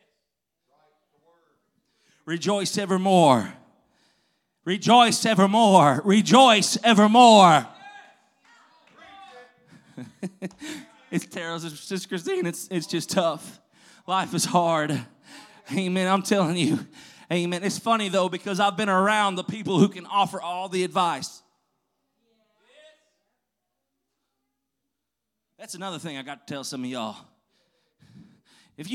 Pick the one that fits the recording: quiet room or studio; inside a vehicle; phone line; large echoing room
large echoing room